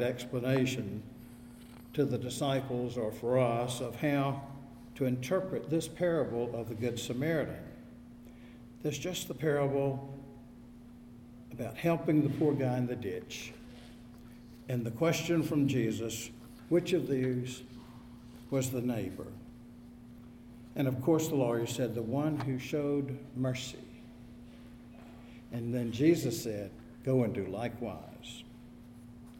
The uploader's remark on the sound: Audio from the service was not available; this recording is from the Wednesday noon service of First Presbyterian Church, Raleigh.